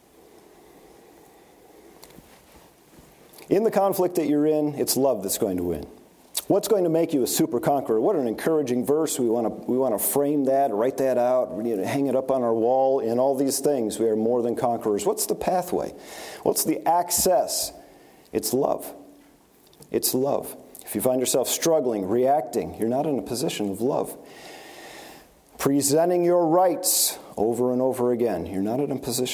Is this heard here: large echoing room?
yes